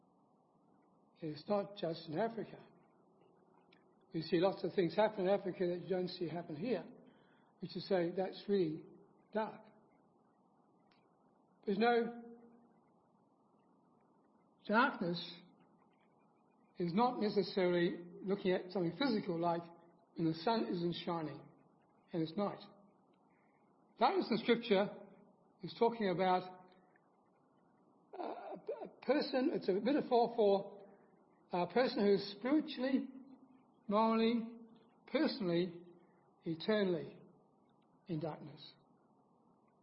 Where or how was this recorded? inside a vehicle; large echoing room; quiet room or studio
large echoing room